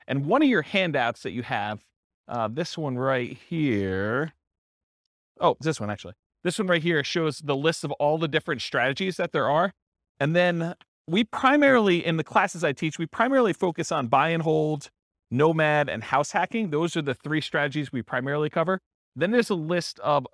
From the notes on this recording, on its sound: This was a live class recorded